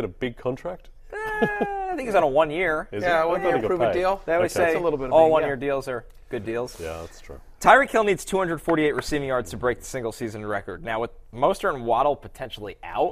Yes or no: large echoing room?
no